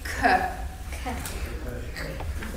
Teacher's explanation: És most mindegyiknek, mind a kettőnek, tehát mind a K-nak, mind a G-nek a szanszkrit nyelven van egy úgynevezett hehezetes párja is. Tehát amikor nem csak egy K-t mondunk, hanem hozzá még egy kis levegőt is lehelünk, K. Így van, tehát a torok hangok voltak K és a G, és még van ezen kívül K és a G.